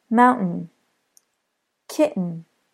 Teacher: T before N is pronounced with a hard N sound. The T sound is stopped, and the final N sound should be strong.